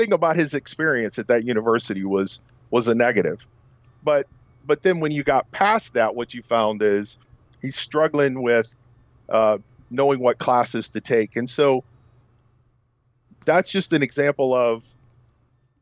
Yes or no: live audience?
no